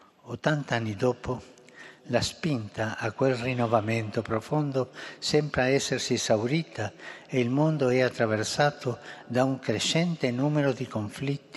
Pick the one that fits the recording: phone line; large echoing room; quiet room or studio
large echoing room